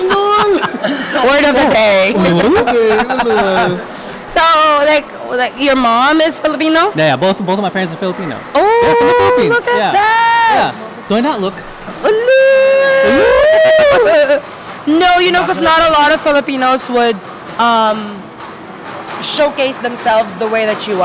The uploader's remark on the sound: We have reached the last of our episodes recorded from FAHM Mania 2023 and we saved the best for last.